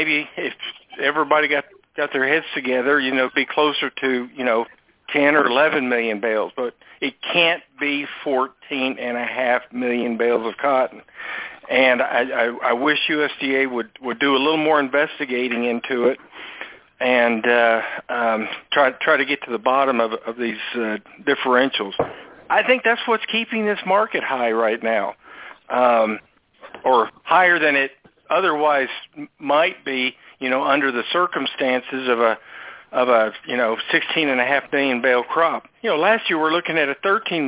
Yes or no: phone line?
yes